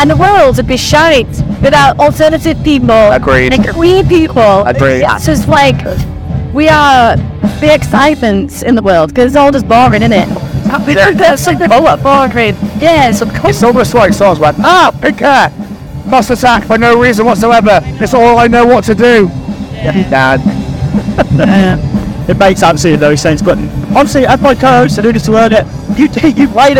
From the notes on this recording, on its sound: From our 'Live from 2000 Trees 2023' series.